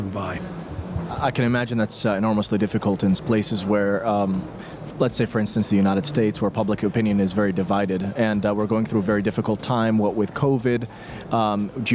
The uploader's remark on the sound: Live from IGCF 2022